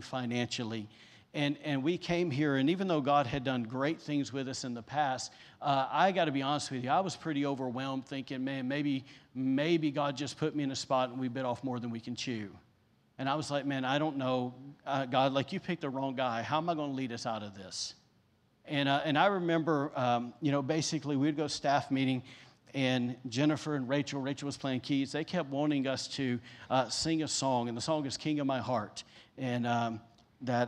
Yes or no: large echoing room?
yes